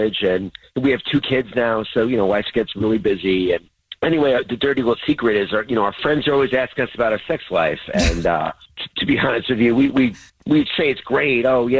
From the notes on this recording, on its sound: We have a listener on the phone who wants to tell us the Dirty Little Secret that he and his wife is keeping from everybody!